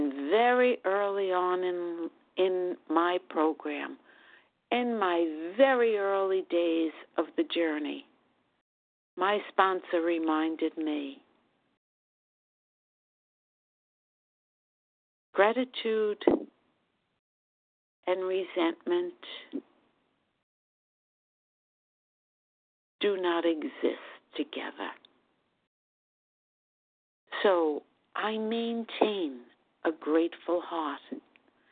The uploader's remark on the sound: Qualification from the 100 Pounders Phone Meeting.